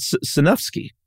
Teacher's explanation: The N is not silent. The J is like an H and the W is like an F. So he phonetically spelled it out as Sejnowski.